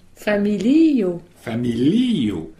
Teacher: vous avez mis l'accent tonique sur le dernier i